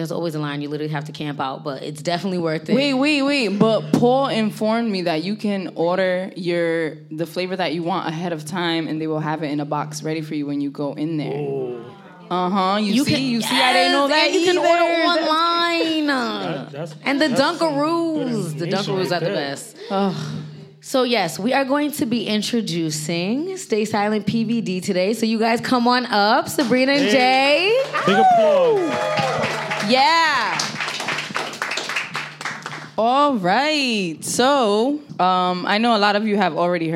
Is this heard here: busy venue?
yes